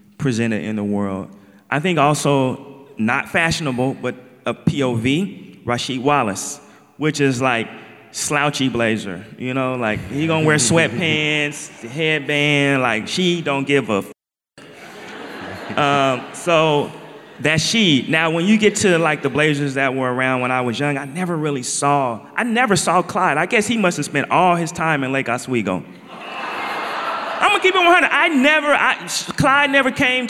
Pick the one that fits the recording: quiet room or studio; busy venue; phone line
busy venue